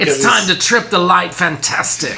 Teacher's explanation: Nice. … got a back of the throat voice with a vague English accent